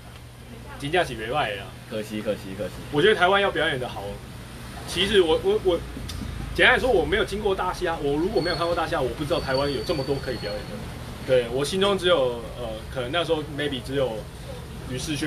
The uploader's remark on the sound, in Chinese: 錄音機沒收到聲音…錄音地點：牽咖啡。